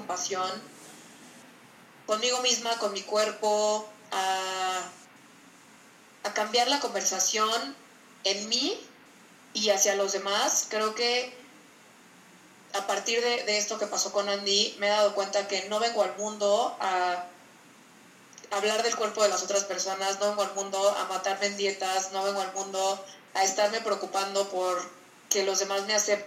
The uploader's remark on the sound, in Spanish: Este episodio tiene una calidad de audio menor a lo que nos hubiera gustado